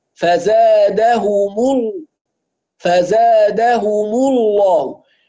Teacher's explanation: طبعا فزادهم الله شوفوا الميم المضمومة بضم فيها الشفتين ثم أرجع عند اللام فزادهم الله، فضم الشفتين يكون مع الهاء والميم هم هكذا فزادهم فزادهم الله.